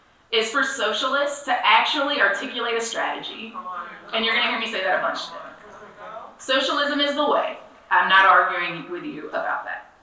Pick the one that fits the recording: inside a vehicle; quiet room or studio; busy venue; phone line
busy venue